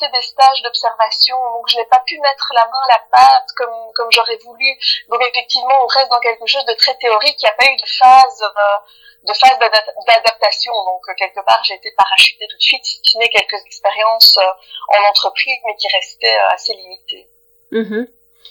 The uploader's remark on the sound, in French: Je suis navrée pour la qualité assez médiocre de cet enregistrement, qui a nécessité plusieurs tentatives, j'ai essayé de réduire au maximum les coupures et d'améliorer la qualité sonore.